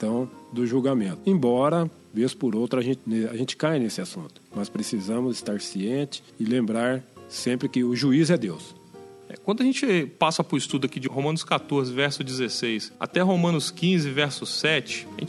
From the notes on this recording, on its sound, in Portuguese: Na IASD Jardim Samambaia. EQUIPAMENTOS Mixer Behringer Xenix QX1002USB Microfone Senheizer e835 Fones In-ear AKG IP2 Macbook Pro Mid-2009 Software Audacity 2.2.0 Software Audition 11.0.0.199 Software Garage Band 10.2.0.